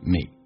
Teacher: me 是长元音，由于属于非实义词汇，经常长元音会说成短元音